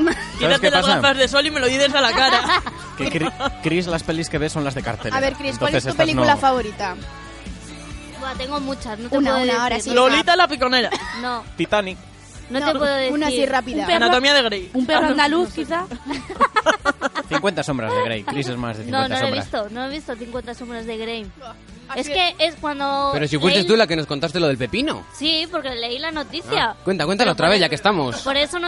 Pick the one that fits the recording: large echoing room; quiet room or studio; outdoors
outdoors